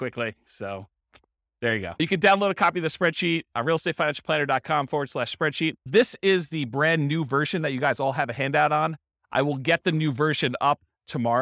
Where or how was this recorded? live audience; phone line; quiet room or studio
live audience